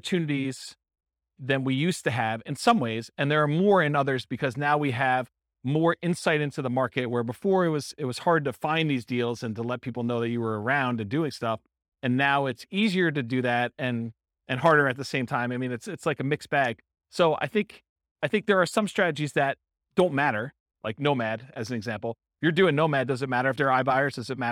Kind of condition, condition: setting, live audience